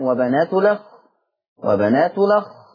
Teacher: طيب عندنا كلمة وبنات الأخ، هيبتدي ينقل فتحة الهمزة إلى اللام